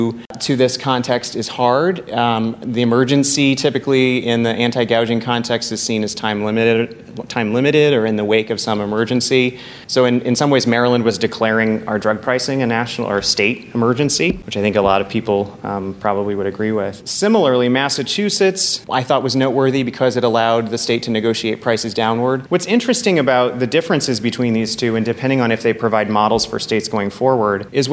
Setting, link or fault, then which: setting, busy venue